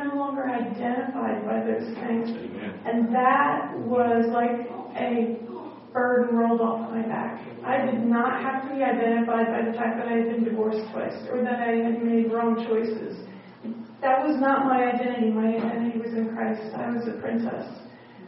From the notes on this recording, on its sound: at the Grace Fellowship International Conference in Pigeon Forge, TN on March 8, 2014